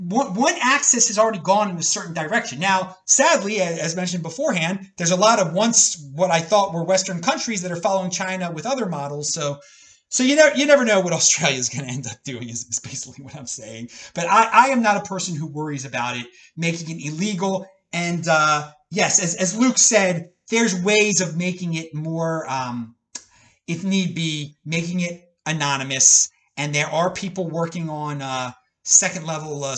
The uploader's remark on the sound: This is a recording of a Bitcoin Twitter space